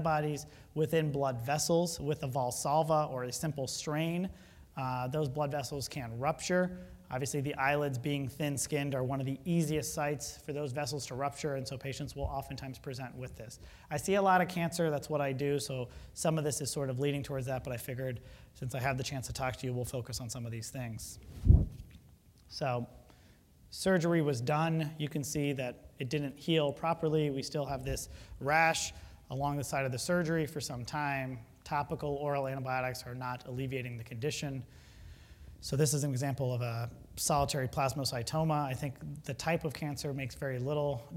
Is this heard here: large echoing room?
yes